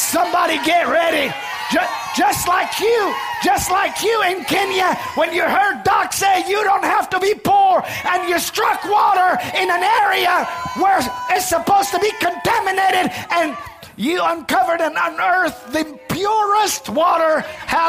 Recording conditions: large echoing room